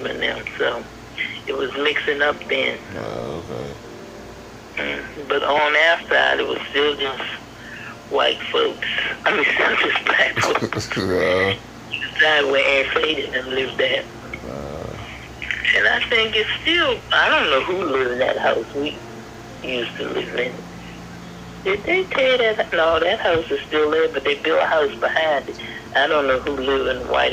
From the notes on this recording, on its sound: A phone conversation with my grandma.